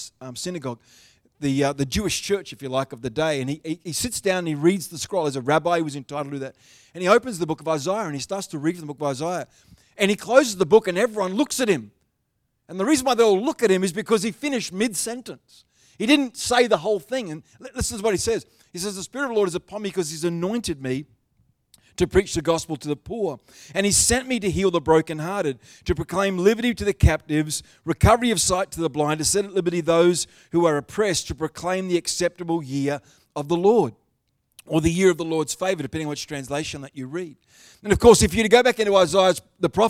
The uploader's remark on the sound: The live stream of Destiny Church Atherton